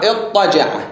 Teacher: مثل اضطجع هي أصلها اتجع إذ وطاء بعدها اتجع يقول هنا أثر صوت الطاء على التاء أبدل التاء إلى طاء فصار اضطجع · Term: المماثلة